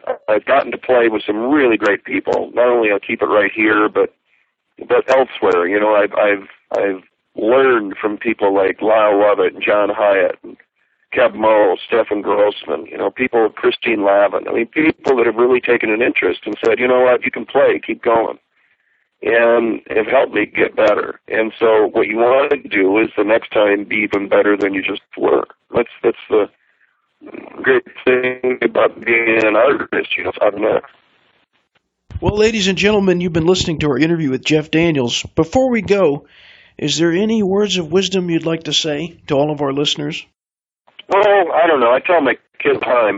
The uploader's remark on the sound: This phone interview